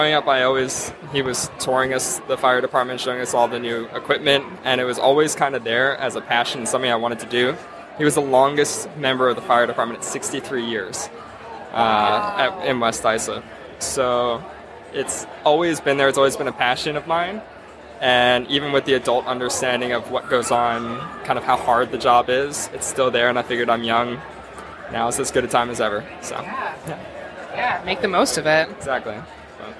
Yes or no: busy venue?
yes